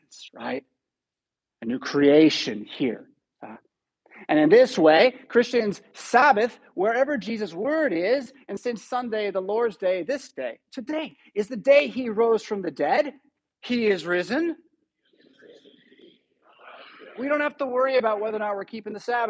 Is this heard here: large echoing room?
yes